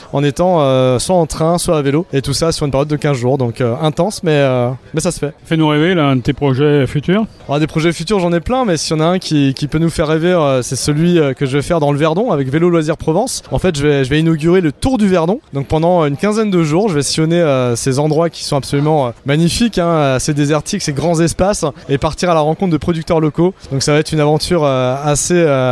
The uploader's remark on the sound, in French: A notre micro, lors du Cargo Bike Festival de Lyon